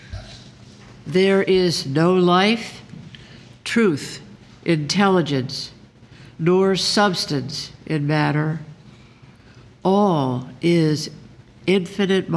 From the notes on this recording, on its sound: The Sunday service audio from March 3rd, 2024